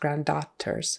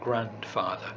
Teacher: So she's not moving her teeth to her lip for the F sound. · Shown in: first take